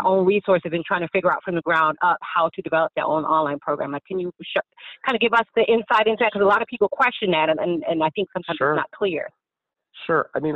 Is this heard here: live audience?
no